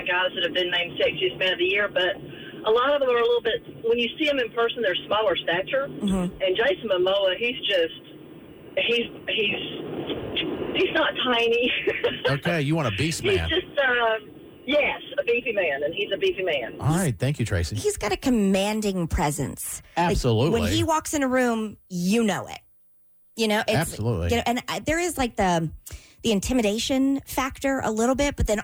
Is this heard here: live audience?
no